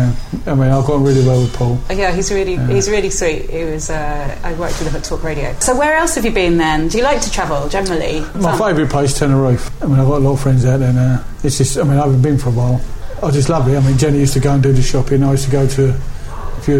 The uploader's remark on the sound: mutual local pub, Blackheath’s The Royal Standard